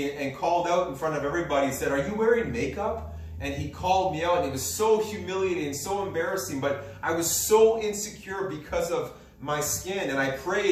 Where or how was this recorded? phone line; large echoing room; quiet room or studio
large echoing room